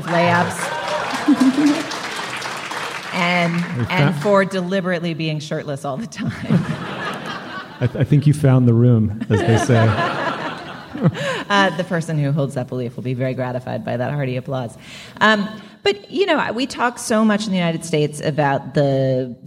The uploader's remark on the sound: Live From Toronto Edition.